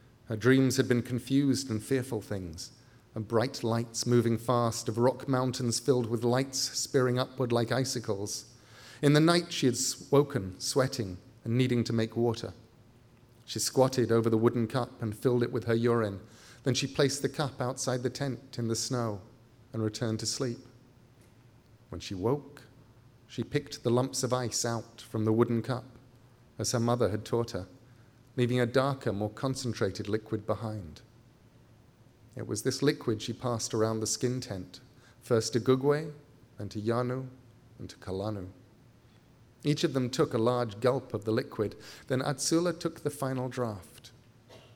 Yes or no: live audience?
yes